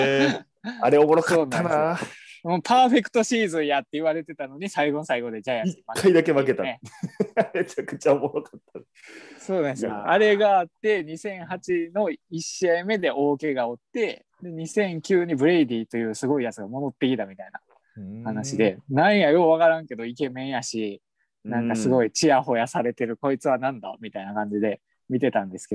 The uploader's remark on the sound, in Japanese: 今回は感染症対策でzoomにて実施しました